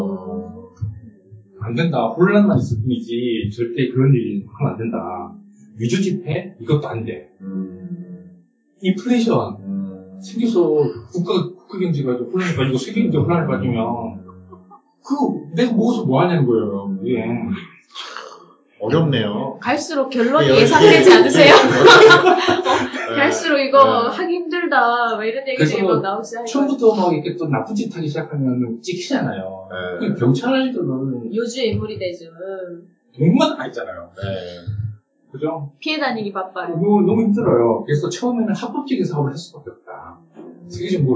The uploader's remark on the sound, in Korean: 1회부터 3회까지 녹음상태가 고르지 못해 죄송합니다.